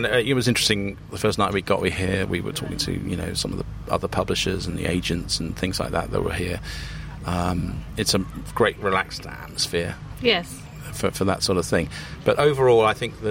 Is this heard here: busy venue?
yes